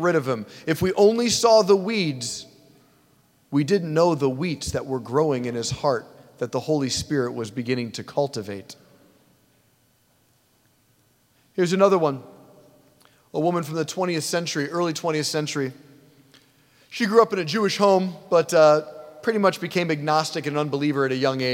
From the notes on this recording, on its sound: preached this homily on July 23, 2023 at St Basil the Great Catholic Church in Brecksville, OH